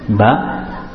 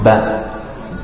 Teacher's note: Because bat is from one makhraj, the outer lips, bat, and fa is from the inner lips, with the teeth on the bottom of the inner lip, fa.